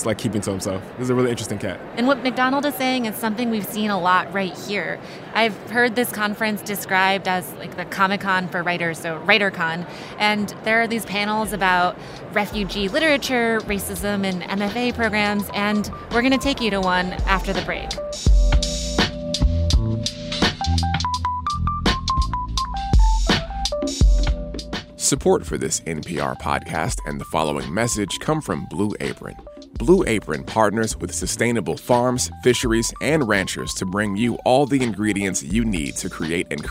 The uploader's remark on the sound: camp out at one of the biggest conferences for writers on the planet, held by the Association of Writers & Writing Programs